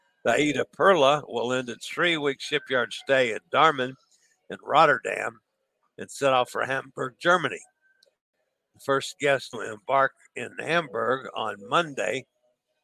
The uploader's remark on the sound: LIVE from Quantum of the Seas